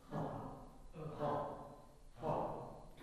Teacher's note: 子音としてのこの H の音が喉の奥で、パッって音がちゃんと発音されるようになる